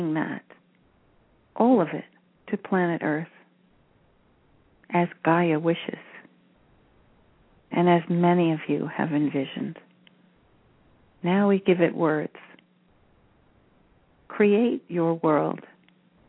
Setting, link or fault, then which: link, phone line